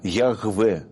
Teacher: Мы произносим его Яхве или Ягве, Г фрикативное, Г, вот, Яхве.